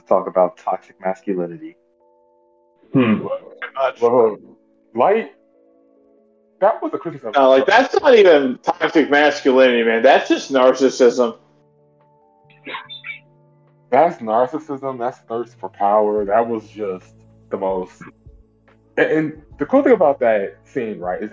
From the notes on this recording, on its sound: Once again please excuse the mic issues.